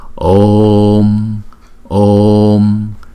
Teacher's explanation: Chữ O luôn luôn là hai nhịp thì chúng ta phải đọc chữ O dài trước rồi chúng ta đóng chữ O lại là Om.